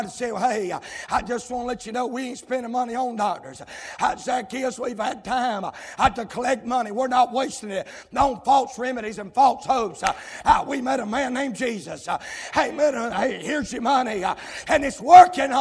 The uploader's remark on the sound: live, from Landrum Independent Baptist Church.